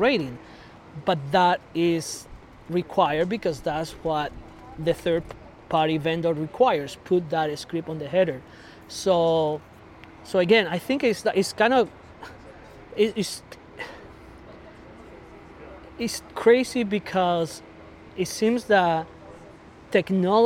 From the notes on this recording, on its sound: This week we do a pub interview. We recorded this outdoors at Steel Toes brewery in Saint Louis Park MN.